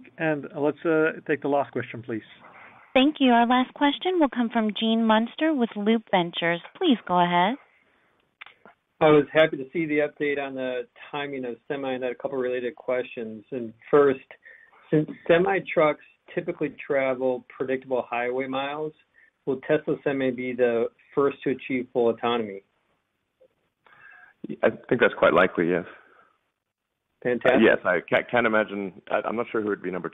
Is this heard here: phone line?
yes